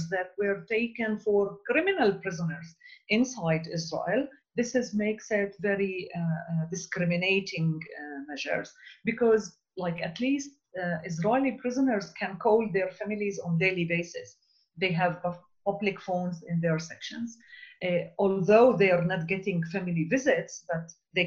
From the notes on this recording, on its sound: We will be speaking with our guests, one or several at a time, via Skype